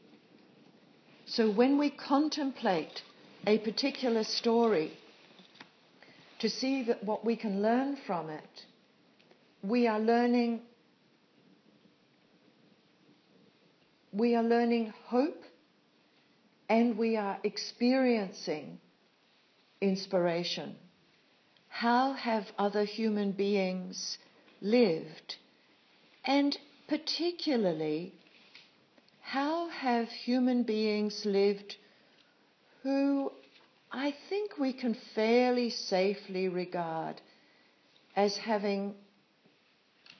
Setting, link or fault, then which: setting, live audience